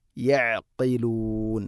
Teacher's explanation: ഐൻ തൊണ്ടയുടെ മധ്യഭാഗം, ഖാഫ് ചെറുനാക്കിൻ്റെ ആ ഭാഗവുമാണ് മഖ്റജ്.